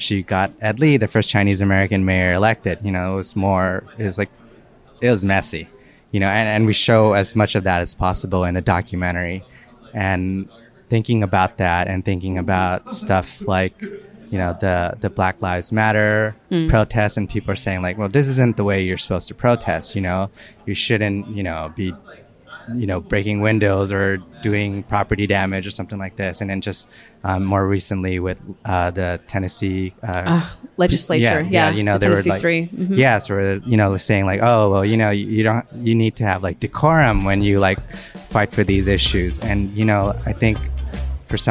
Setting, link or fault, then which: setting, busy venue